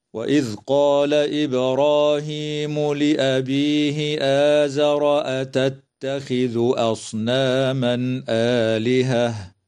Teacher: فقوله تعالى: وإذ قال إبراهيم لأبيه آزر أتتخذ أصناما آلهة، تقلقل الباء وصلا ووقفا في كلمة إبراهيم، وتمد الألف بعد الهمزة من كلمة آزر ومن كلمة آلهة بمقدار حركتين من قبيل مد البدل. ويظهر التنوين عند الهمزة في قوله تعالى أصناما آلهة، ويجوز الوقف على كلمة آلهة من قبيل الوقف الحسن.